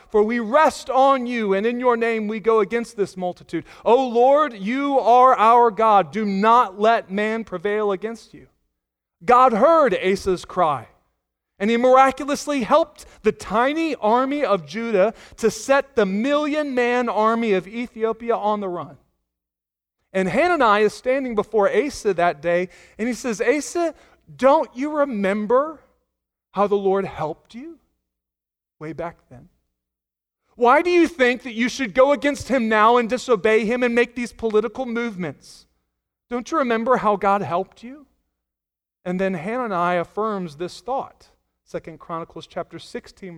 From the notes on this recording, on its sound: Sunday Morning Sermon Audio